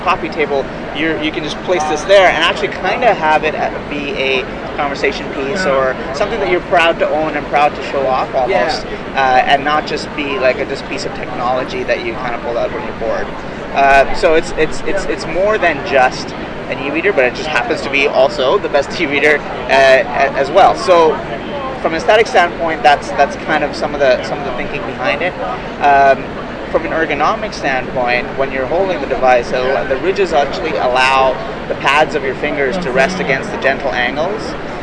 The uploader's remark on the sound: Post BEA and IDPF Wrapup. We have a few audio interviews we did at the show where we spoke to Kobo and Overdrive.